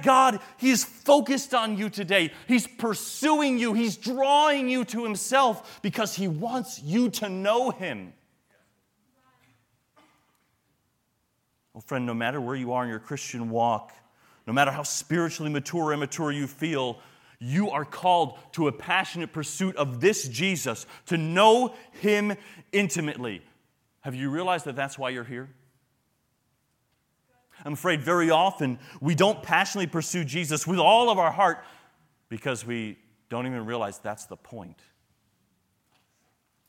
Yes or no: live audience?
yes